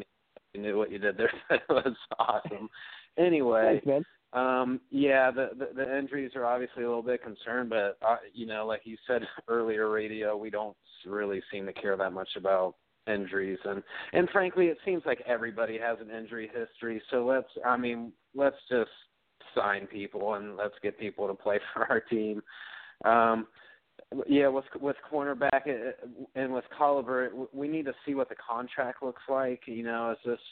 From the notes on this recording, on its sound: as we do each week, we'll answer your phone calls